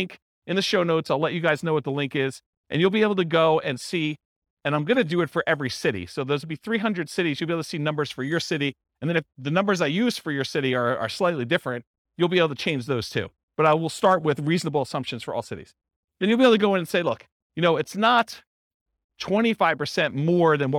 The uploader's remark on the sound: This was a live class recorded